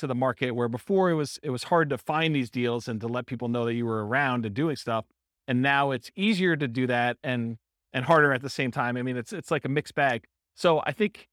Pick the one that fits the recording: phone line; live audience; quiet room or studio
live audience